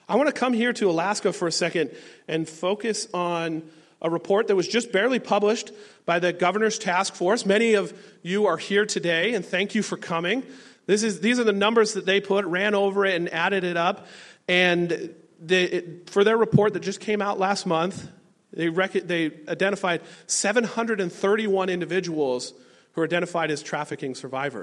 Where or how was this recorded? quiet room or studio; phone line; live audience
live audience